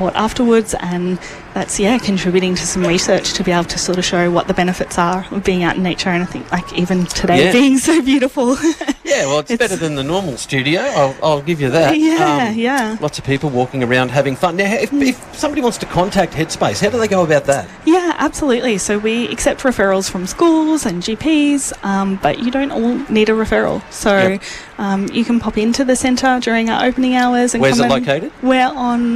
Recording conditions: outdoors